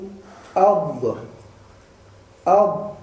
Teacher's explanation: الضاد تخرج من الحافة اليسرى من الحافتين معا